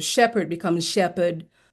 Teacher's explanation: So a lot of the R sounds become non-rhotic.